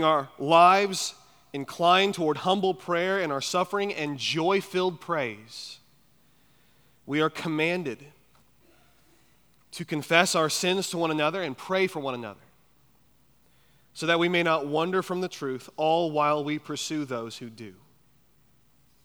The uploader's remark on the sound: At Chaffee Crossing Baptist Church in Barling, AR.